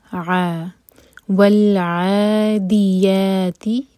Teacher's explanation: یا مد تبعی اور تا کے لیے ہماری زبان فلیٹ ہوتی ہے